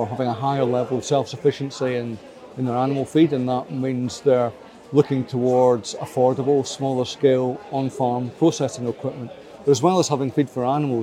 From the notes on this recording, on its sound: This podcast was recorded on site at The Royal Highland Show in Edinburgh.